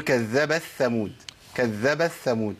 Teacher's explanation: انا ممكن اعمل ادغام للتاء في الثاء